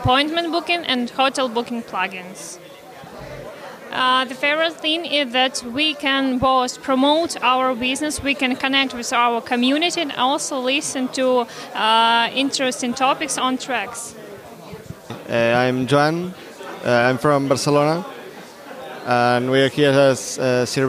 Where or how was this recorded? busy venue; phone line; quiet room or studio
busy venue